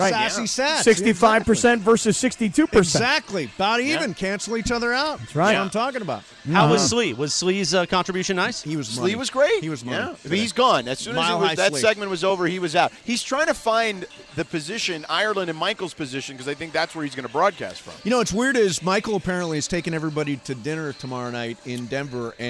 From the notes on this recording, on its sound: Live from the Arena in Denver. Is here in Studio!